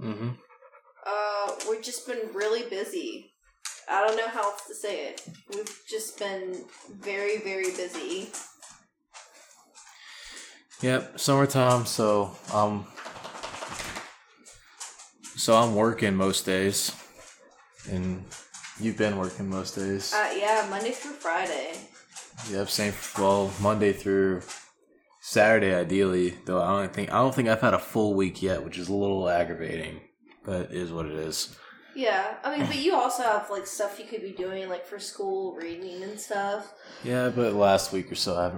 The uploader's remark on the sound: I'll apologize upfront for all the extra background noise